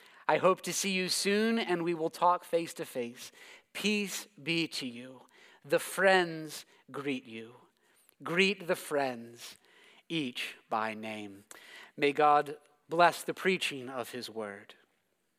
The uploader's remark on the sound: preached this sermon at Covenant Fellowship Church